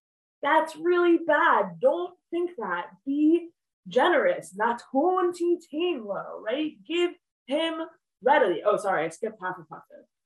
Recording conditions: video call